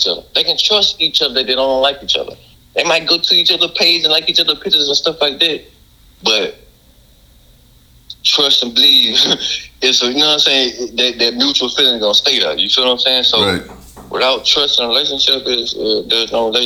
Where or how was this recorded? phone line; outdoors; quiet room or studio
phone line